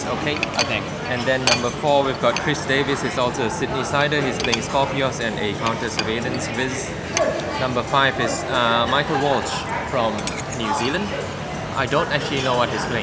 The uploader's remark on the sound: live from a Sydney cafe in the midst of Australian Nationals!